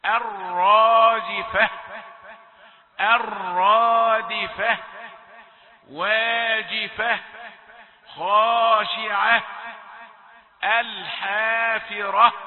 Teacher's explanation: الوقوف على التاء المربوطة بهاء لابد أن يخرج معه هواء زفير